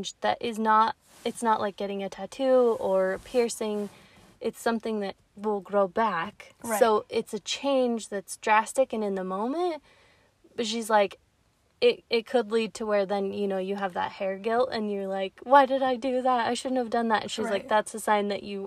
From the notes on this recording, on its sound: The Car Pod. Podcasting from the car!